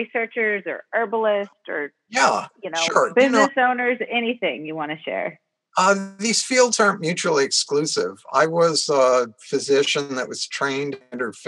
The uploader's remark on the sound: a phone interview